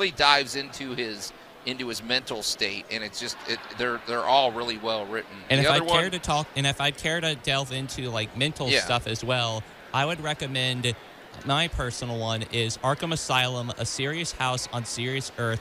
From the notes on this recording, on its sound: broadcast live from The Home Show of the MidSouth.